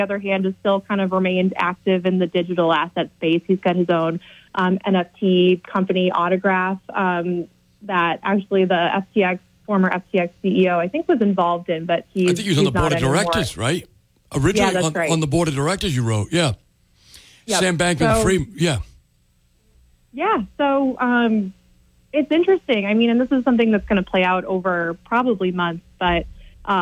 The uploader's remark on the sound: Take calls and messages from the audience on crypto and politics.